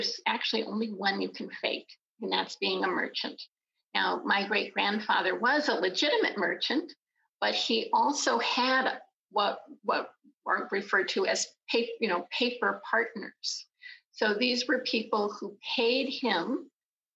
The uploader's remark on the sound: This podcast was recorded in front of a live Zoom audience.